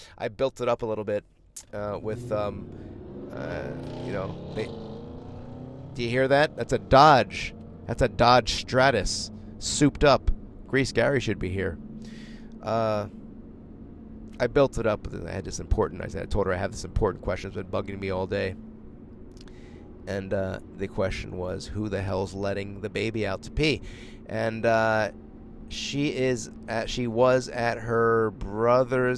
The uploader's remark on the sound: ON THE ROAD LIVE FROM MY JEEP! I’m broadcasting on the road! While driving!!